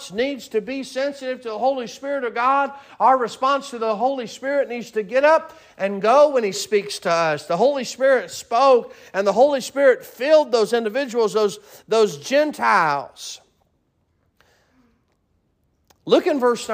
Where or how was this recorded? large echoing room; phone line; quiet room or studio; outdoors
large echoing room